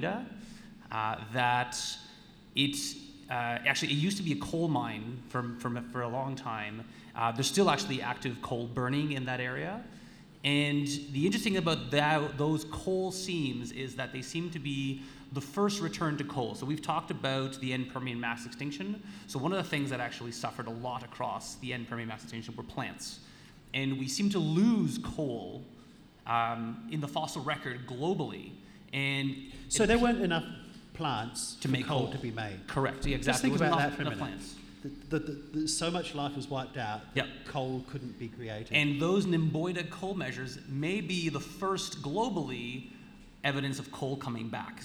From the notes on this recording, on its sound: We’re LIVE in Armidale for National Science Week at The Welder’s Dog Brewery, and in this episode, recorded on Anaiwan country.